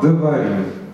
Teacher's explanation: а вот в первом слоге будет «шва», «дварим»